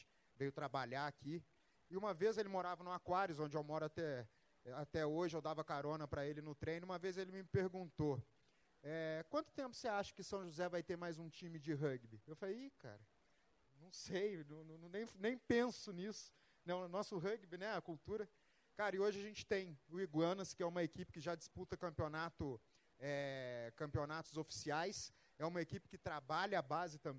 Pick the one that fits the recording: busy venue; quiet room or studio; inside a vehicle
busy venue